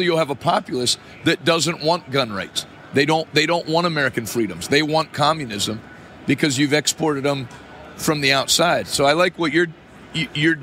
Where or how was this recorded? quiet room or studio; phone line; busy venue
busy venue